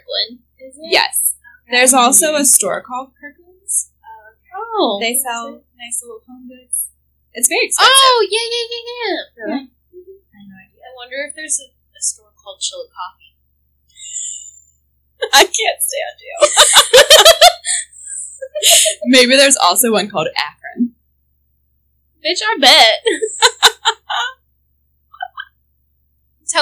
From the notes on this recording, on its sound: We're still figuring out the whole sound thing but I promise it will get better, lol.